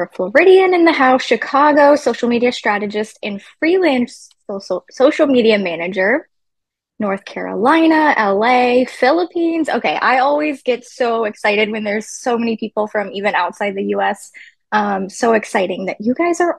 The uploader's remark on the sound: In this encore replay of our live webinar, Business Class.